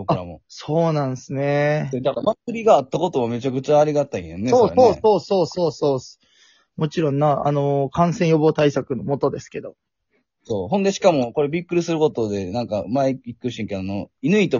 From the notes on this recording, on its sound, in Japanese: ゲストと一緒に配信。リモート収録。滋賀県住みます芸人。